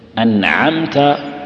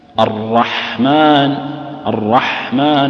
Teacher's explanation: العين تخرج منعمة والحاء تخرج مبحوحة من غير تكلف